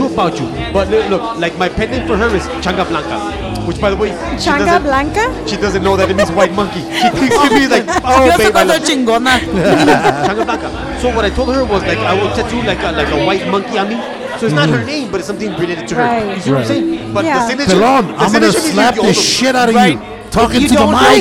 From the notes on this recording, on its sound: On this week's episode, in honor of our accomplishment, we recorded live at 'The Old Sheep Dog Brewery'.